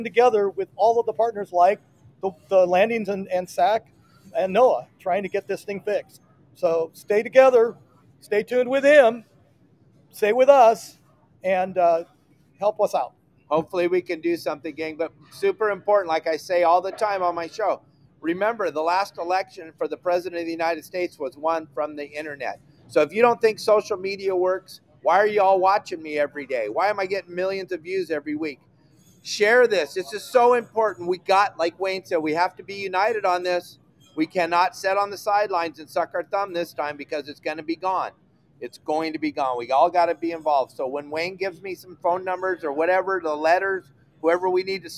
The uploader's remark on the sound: CCA LIVE AT THE PCS SHOW SETUP!